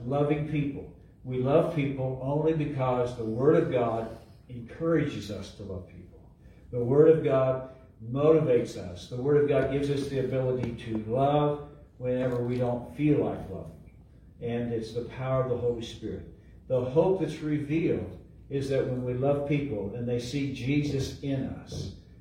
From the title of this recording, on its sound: LIVE at Calvary